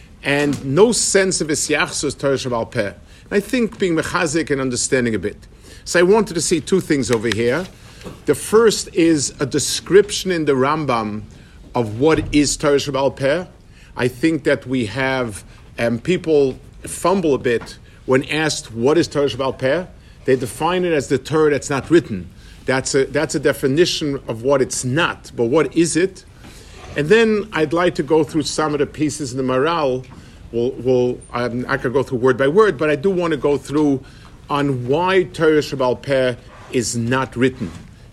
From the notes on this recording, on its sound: Delivered for the Passaic Clifton Community Kollel Yarchei Kallah.